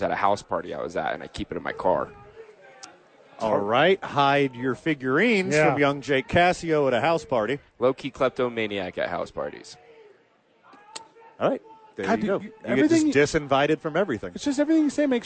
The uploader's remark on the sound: live from Howies watching the National Championship